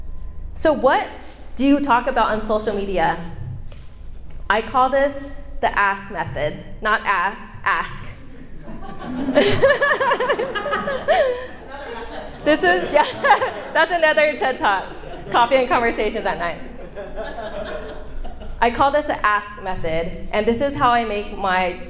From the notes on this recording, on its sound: This is the audio of my speech at a WIPA Event. It's my big speaking event and 75 wedding pros attended.